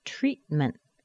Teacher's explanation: It's the beginning of a primary stress. The second T is at the end of that primary stress, right before a consonant. It's held inside of the mouth. Think of it as the final T in a word. · in the beginning we have a nice strong T. It's the beginning of a primary stress. The second T is at the end of that primary stress, right before a consonant.